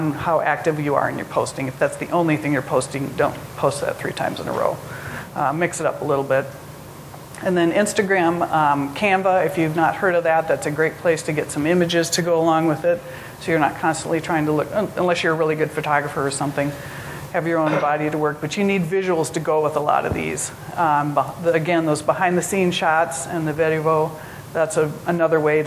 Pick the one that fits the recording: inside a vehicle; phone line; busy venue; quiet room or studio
busy venue